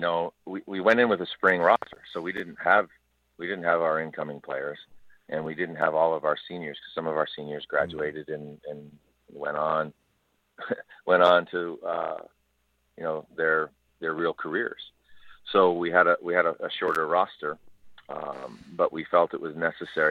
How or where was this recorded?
phone line